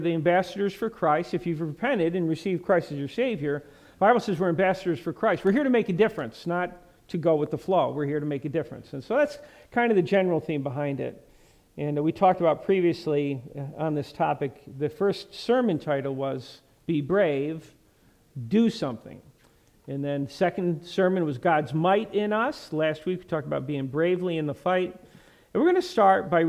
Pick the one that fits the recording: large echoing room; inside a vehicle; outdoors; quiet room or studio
large echoing room